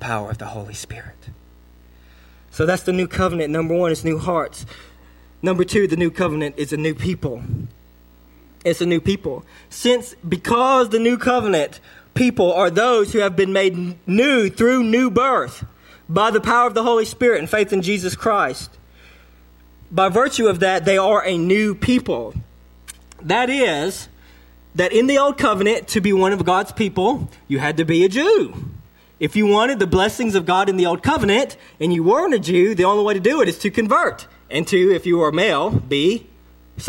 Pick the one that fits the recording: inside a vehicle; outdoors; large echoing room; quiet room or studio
large echoing room